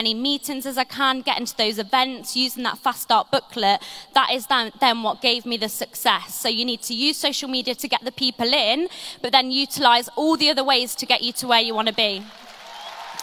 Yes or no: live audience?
yes